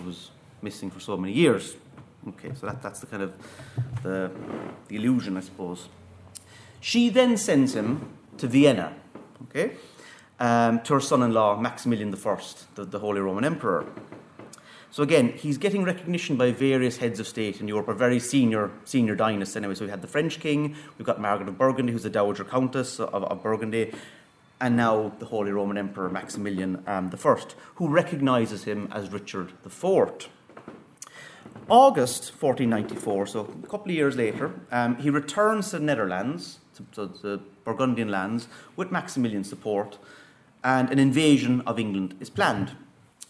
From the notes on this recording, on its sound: at the 2022 Tudor and Stuart Ireland Conference.